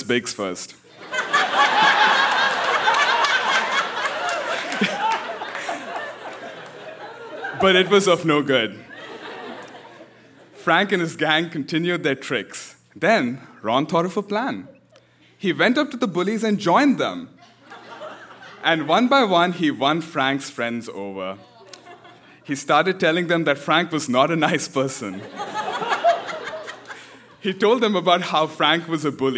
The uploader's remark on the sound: Recorded live at the Park Theatre in Winnipeg, MB.